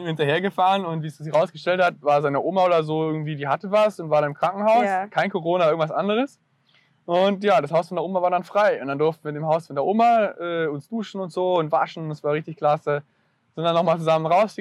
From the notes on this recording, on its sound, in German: Da das ganze ja live auf der Parkbank und nicht in einem "ruhigen Tonstudio" aufgenommen wurde, gehören ein paar Nebengeräusche einfach mit dazu ;)